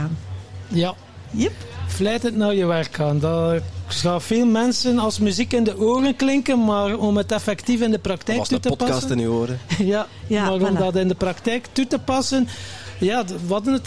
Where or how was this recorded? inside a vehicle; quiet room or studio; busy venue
busy venue